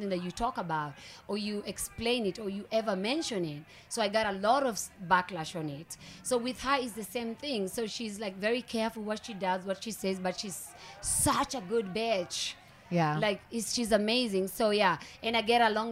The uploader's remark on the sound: Live from BravoCon.